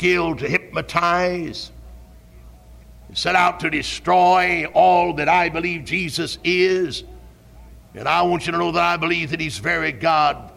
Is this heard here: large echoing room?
yes